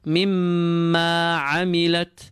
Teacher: The alif of mimma is kept clean and light, and we do not prepare too early for the ayn that follows it.